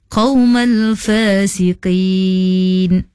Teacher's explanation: nya baca nipis seakan-akan huruf kaf, tapi pada asalnya itu adalah huruf qaf, tebal.